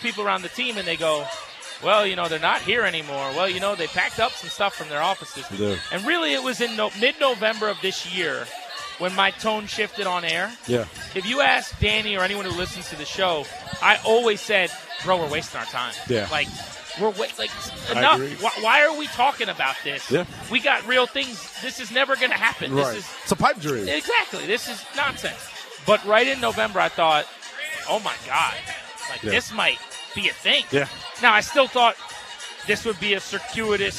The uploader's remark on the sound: Live from the Burgundy & Sold Party.